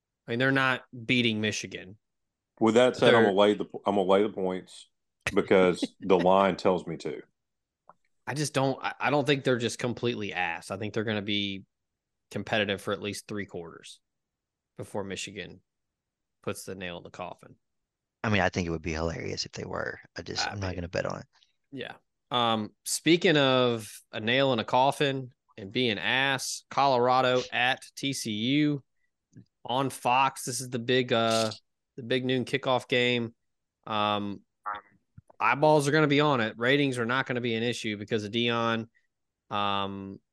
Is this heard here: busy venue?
no